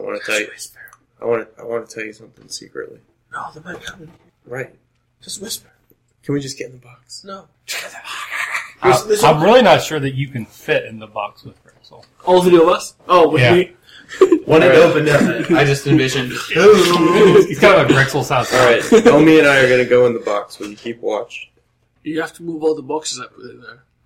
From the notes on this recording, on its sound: The sound quality of this episode was very up and down. I spent way too much time trying to equalize the highs and lows.